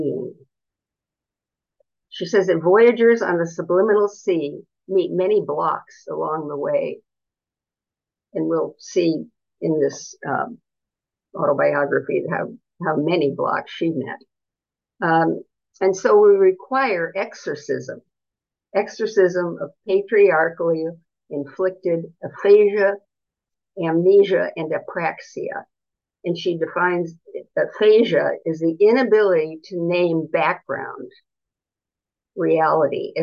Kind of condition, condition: link, video call